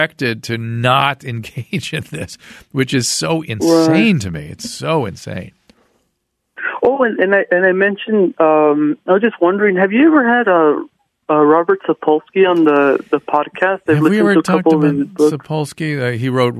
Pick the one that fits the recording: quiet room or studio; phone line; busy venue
phone line